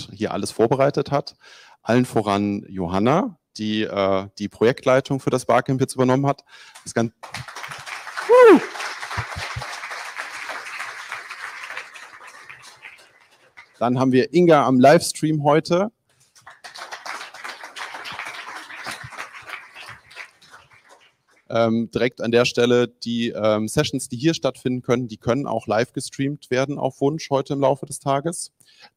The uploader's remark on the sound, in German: Wir eröffnen das erste BarCamp Bonn in Präsenz seit Pandemiebeginn auch live im Internet.